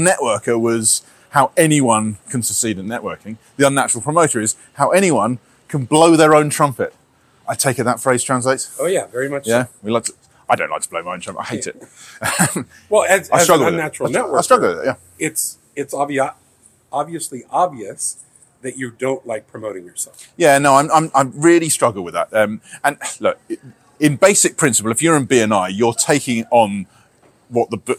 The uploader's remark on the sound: we are live in Miami, FL at our 2023 BNI National Conference